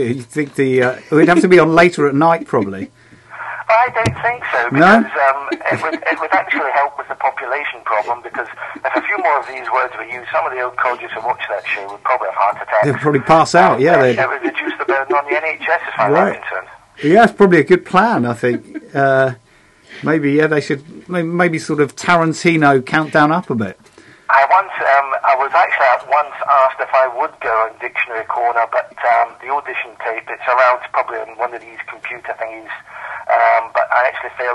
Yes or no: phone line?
yes